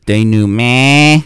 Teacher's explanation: It's pronounced denouement, but that last syllable is nasalized.